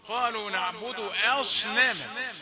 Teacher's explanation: الصاد مفخمة بين الهمزة والنون مرققات